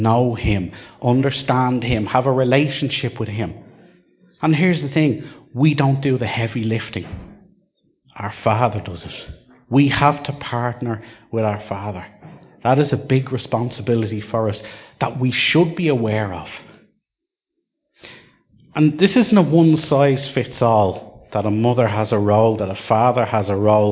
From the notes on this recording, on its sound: Recorded live at Liberty Church on 22 December 2019